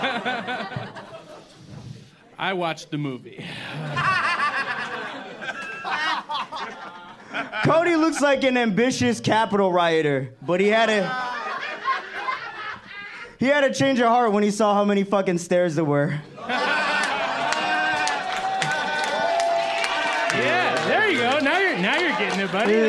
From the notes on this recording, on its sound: ROAST BATTLE CHICAGO. Live Roast Battle Show. At the Lincoln Lodge Theater in Chicago.